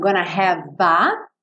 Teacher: Eu não pronuncio o F, final, Já junto no A